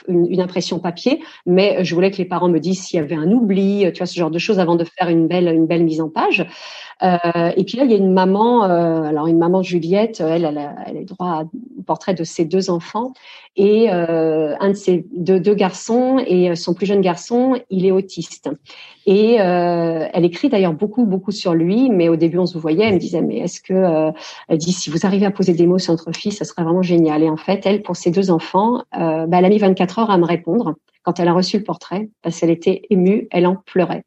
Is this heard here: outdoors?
no